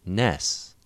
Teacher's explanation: frequently Africans will pronounce nurse as ness, so that the vowel moves totally forward